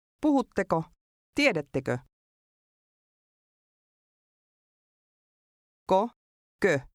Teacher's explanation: The difference in the ending is an example of vowel harmony in Finnish. The end sound will change to agree with the preceding vowel.